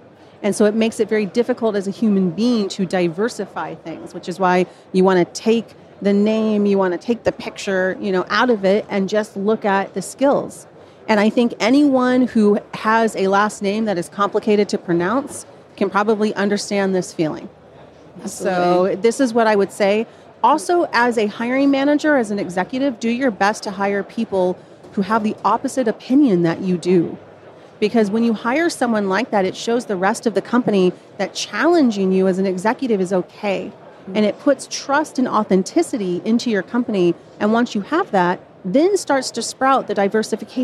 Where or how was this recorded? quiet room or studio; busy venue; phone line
busy venue